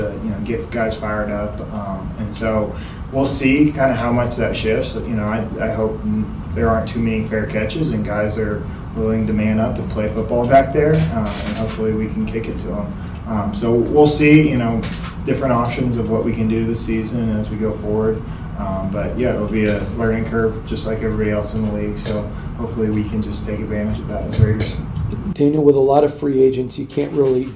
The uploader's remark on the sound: Take a listen to the entire press conference